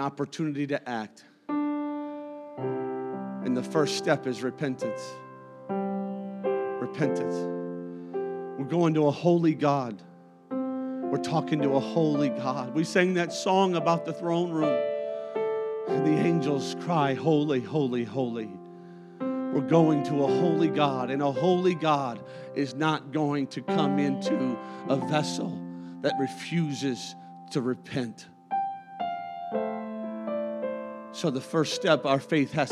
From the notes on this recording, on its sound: A service recording from Connect Point UPC.